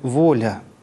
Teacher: И на первом, ну, собственно, на ударном слоге первого акцентного слова «да будет» все выходит на основной тон. Дальше на слове «воля» — повышение тона, только на слоге «во». Потом все возвращается на основной тон.